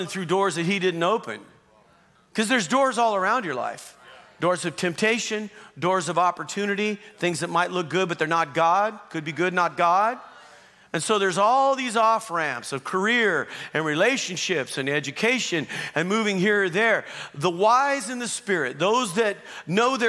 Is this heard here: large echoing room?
yes